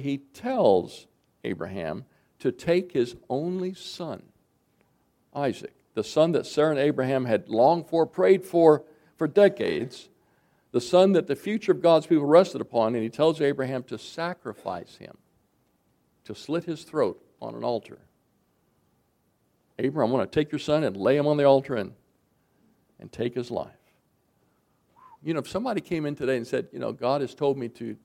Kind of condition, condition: setting, large echoing room